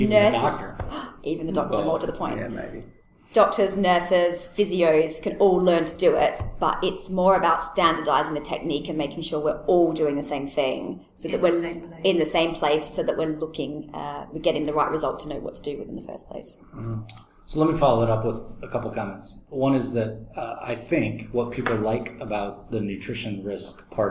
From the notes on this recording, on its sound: I was fortunate to be able to have a good chat at the ICS State of the Art 2016 conference